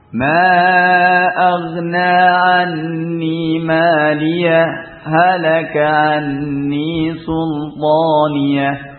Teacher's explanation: kita mengucapkan maliyah, kemudian diam sejenak tanpa nafas, baru kemudian kita mengucapkan halaka anni sultaniyah. Dengan waktu yang kurang dari 2 harokat. · Term: saktah